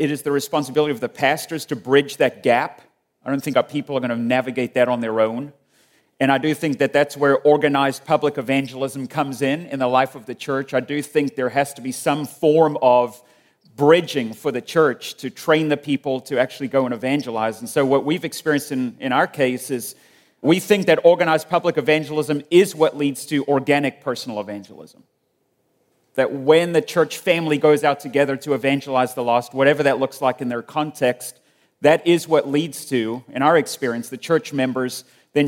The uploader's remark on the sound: At the Southern Baptist Convention Pre-Conference in Dallas, Texas.